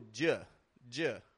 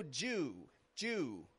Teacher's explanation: if we go J, J, we're using the schwa sound. And that means that we're giving even less stress to the word you. Whereas if we go Jew, Jew, we're giving more stress to the word you.